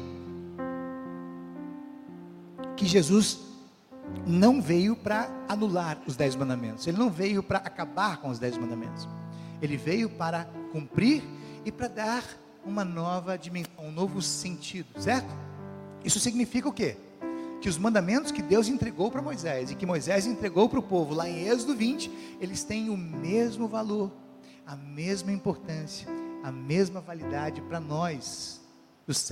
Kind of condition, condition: setting, large echoing room